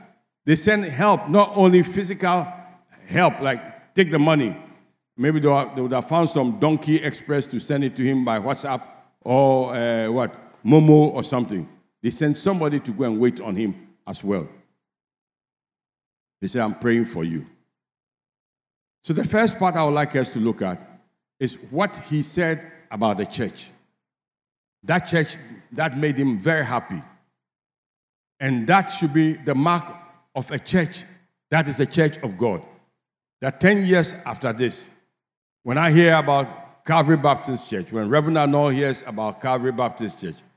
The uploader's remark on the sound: Sermon preached at CBC Shiashie Campus